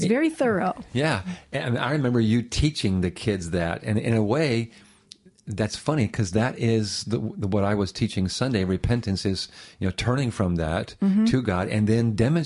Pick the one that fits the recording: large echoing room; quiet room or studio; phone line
quiet room or studio